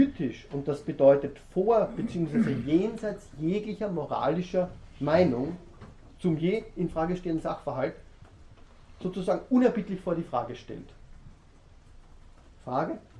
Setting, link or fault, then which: setting, large echoing room